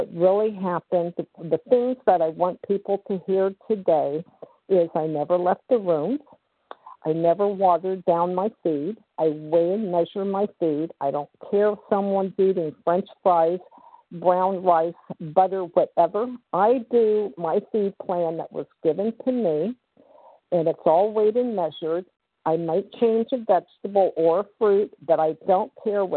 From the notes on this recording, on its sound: 100 Pounders Phone Meeting.